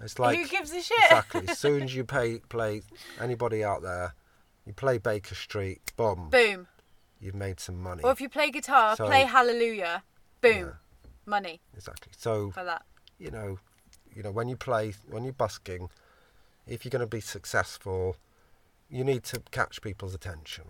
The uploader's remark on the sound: Jamming In The Van